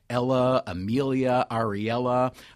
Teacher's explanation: They tend to have a lot of what's called schwa, the phonetic component schwa at the end.